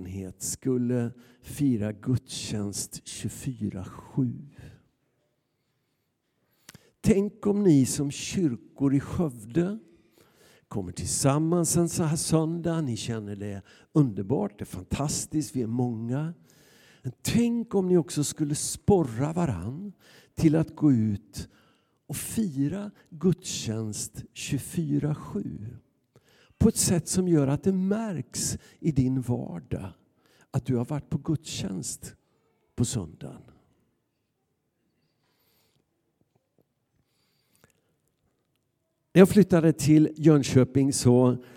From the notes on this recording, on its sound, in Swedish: Inspelning från Immanuelskyrkan Skövde.